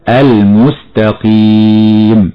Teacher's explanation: أن تكون السين مرققة وتلقائيا ستخرج التاء صحيحة مرققة